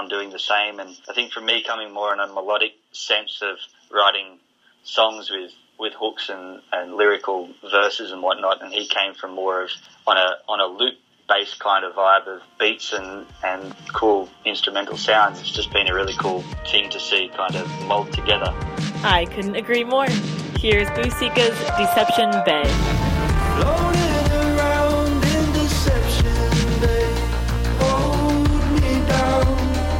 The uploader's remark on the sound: on the phone for this exclusive interview